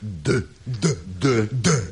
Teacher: A D hangot példának okáért úgy képezzük, hogy a nyelv hegyét a felső fogsor belső hegyéhez érintjük.